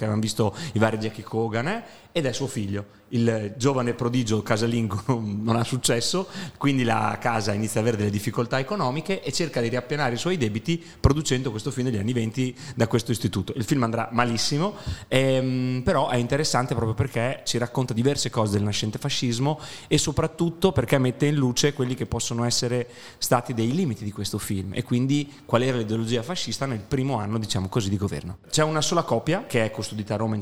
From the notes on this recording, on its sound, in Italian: In questa puntata registrata durante il "Sedicicorto Forlì International film festival".